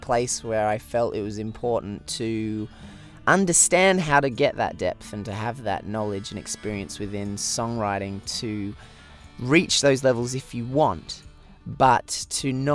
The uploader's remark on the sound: As soon as I sat down in the van. We both slurped away watching the rain outside. Was back in Canada.